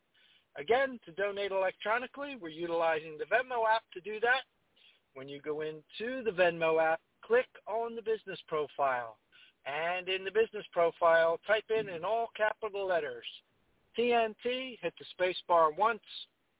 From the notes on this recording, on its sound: TNTSuperfantastic Conference Call